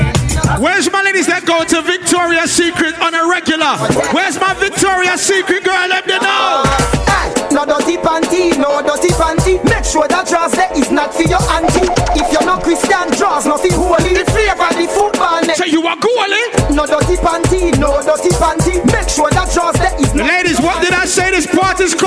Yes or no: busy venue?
yes